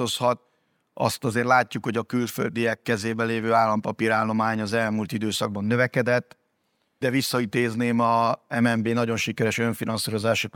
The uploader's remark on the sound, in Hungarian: A mai műsor rendhagyó, mivel azt a Portfolio Hitelezés 2023 konferencián rögzítettük.